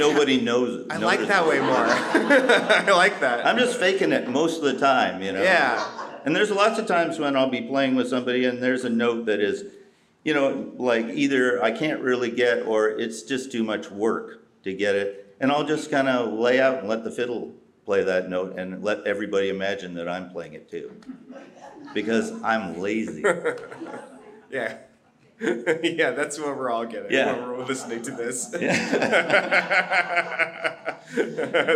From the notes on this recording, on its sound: We recorded this last weekend at the Old Growth Old Time Festival in Seattle, WA.